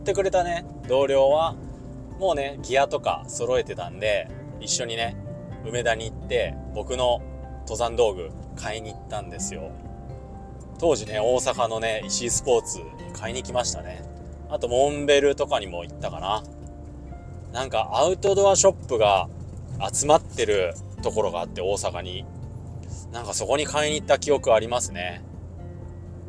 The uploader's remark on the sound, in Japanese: 初めてのドライブ収録。